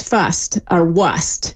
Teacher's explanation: the first hints that R's ever started to get dropped, primarily in words where that was like R-S-T, like first or worst. We'd see it written as fust or wust.